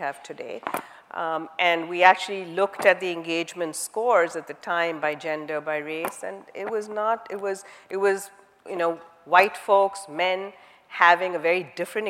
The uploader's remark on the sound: The best of live interviews from GreenBiz events.